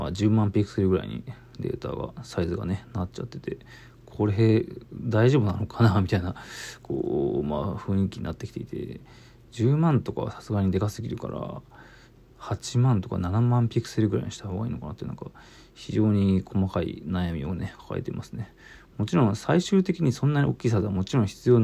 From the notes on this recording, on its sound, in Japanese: ボイスメモです。